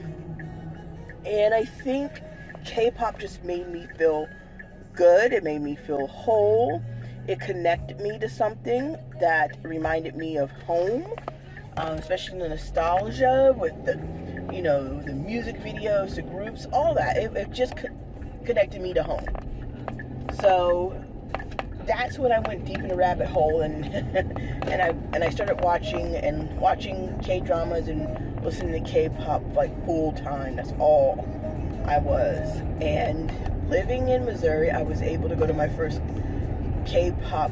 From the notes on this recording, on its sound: This episode was recorded in my car.